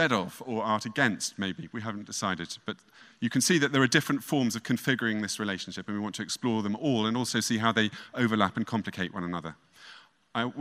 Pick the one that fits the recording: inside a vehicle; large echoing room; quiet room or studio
large echoing room